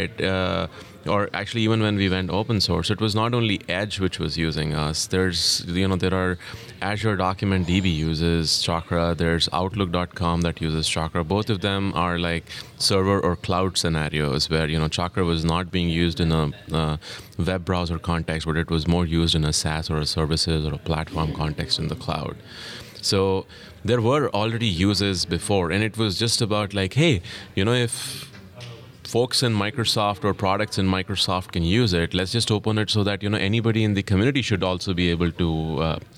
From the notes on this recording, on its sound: recorded at Node Interactive 2016